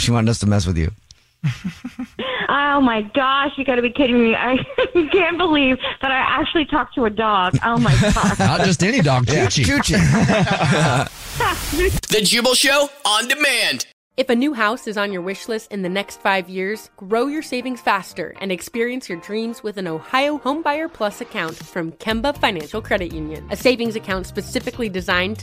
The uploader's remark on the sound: phone prank